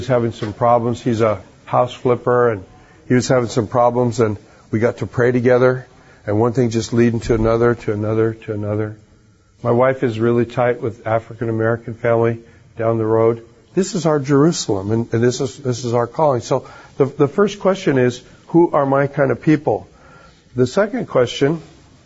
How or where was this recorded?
live audience